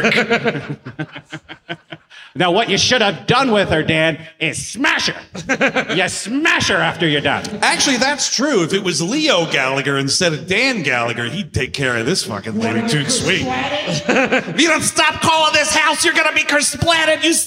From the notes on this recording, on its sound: Live in SLC. At Wiseguys in Salt Lake City, UT.